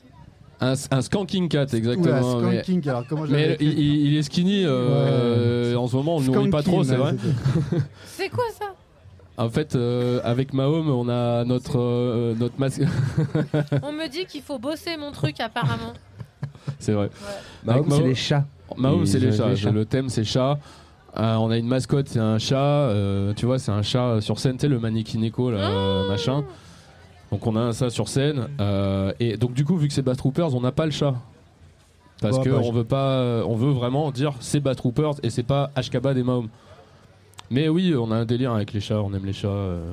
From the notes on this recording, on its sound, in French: En direct de Bambou canoë au festival ARDECHE MEETING. Les Vans (07). Micro trottoir dans les rues des Vans après le spectacle.